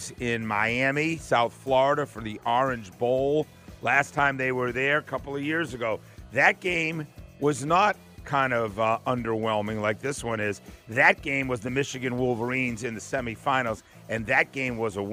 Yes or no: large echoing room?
no